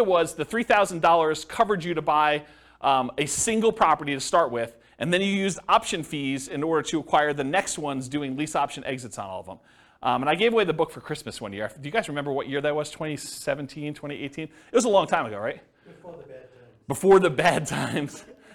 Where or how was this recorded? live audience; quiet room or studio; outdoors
live audience